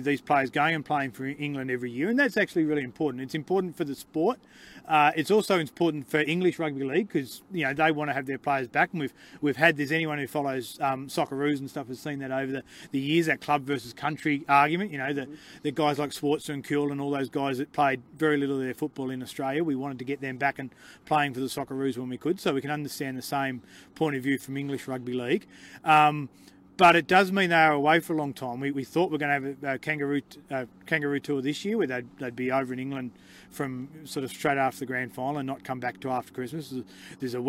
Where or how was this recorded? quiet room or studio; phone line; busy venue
busy venue